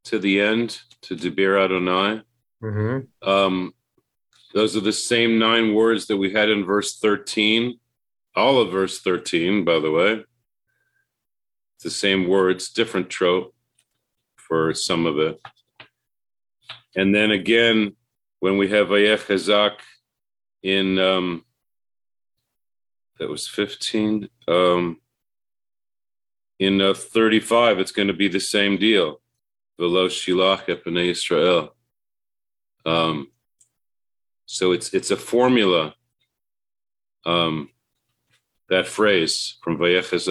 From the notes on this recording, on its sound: (Facebook/Zoom)